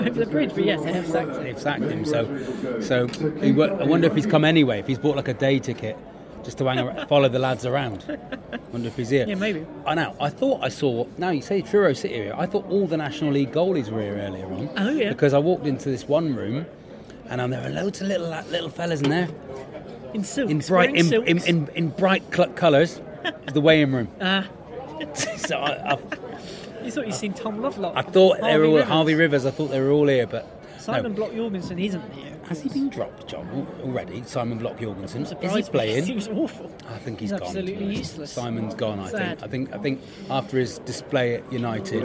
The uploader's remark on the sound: This week is live from the Cheltenham Races. Featuring live racing.